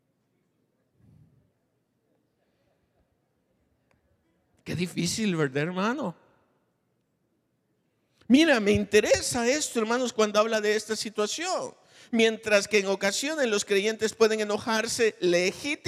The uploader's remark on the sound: Recorded live. Grabado en Iglesia Genezareth.